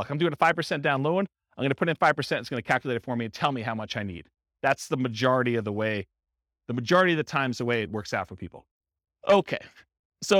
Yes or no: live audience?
yes